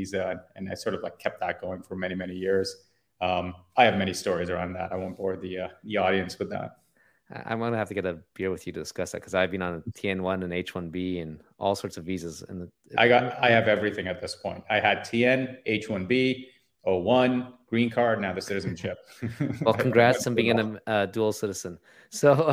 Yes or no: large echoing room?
no